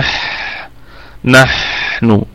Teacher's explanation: والحاء فيها الرخاوة وفيها الهمس